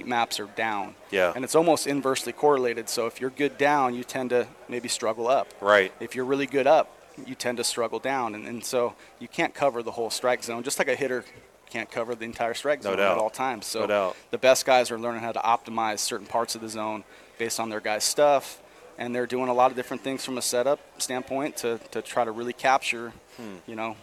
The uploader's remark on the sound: Live from the ABCA Convention in Dallas. Recorded from the floors of our Dallas Convention where 6,500 baseball coaches converged to bring ‘4 Days of Baseball Heaven’ to life!